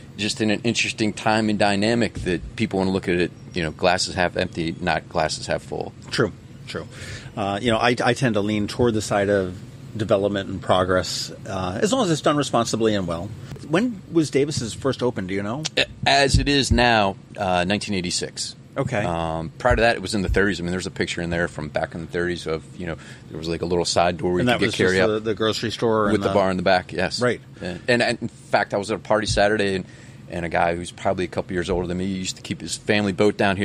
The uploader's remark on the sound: Today, we sit down outside of Davis' Pub